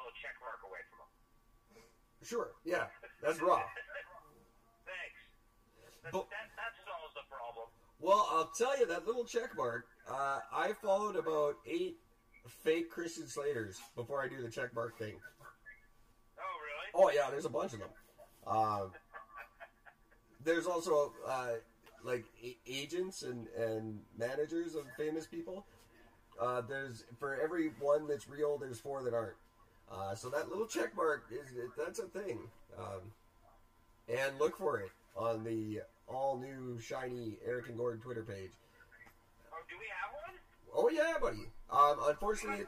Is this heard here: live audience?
no